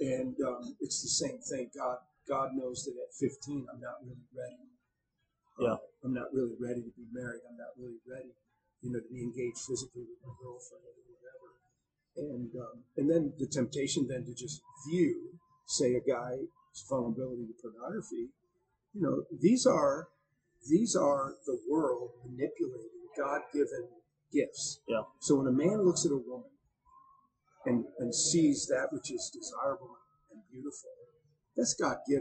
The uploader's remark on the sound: Due to some recording errors, the quality of the audio is below average; however, the vast majority of the conversation is comprehensible and beneficial.